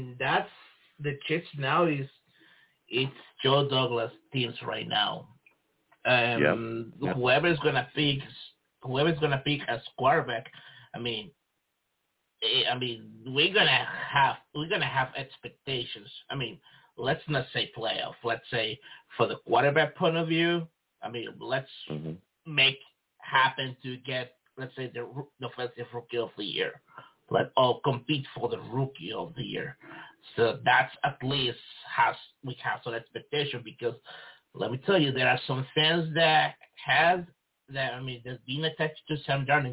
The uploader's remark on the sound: I also take live callers!